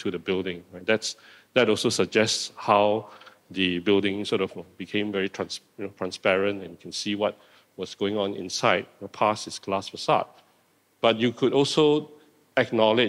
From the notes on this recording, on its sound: This talk was recorded live in March 2020 at National Gallery Singapore